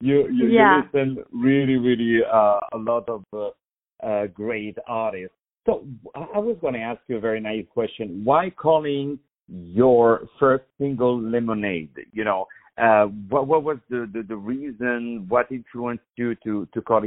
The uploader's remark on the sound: On the phone